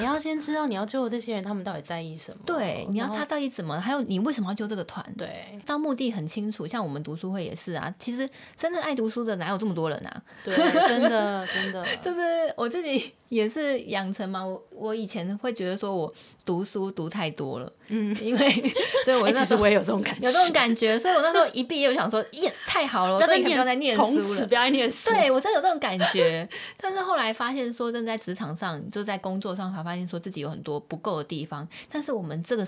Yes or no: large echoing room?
no